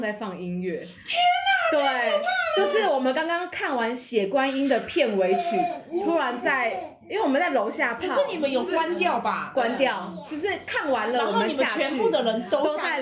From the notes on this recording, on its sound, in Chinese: 立刻拿起手機就錄音了請忽略背景她的兒子不斷發出的笑聲。